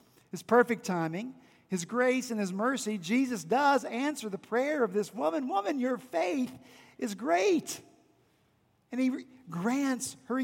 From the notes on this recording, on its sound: at Redeemer Presbyterian Church in Charleston, SC